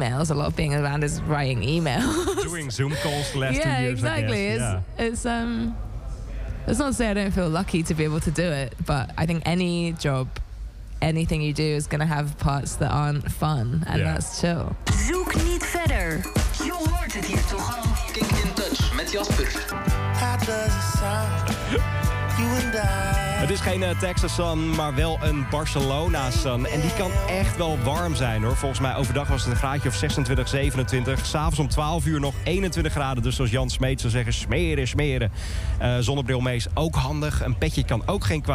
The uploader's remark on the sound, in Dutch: KINK IN TOUCH kwam op maandag 6 juni vanaf Primavera Sound in Barcelona. KINK IN TOUCH VANAF PRIMAVERA SOUND BARCELONA. Het festival vierde de twintigste editie.